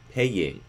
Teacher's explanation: the second element of the diphthong becomes a yod, paying. And so we're not getting diphthong paying, we're getting paying.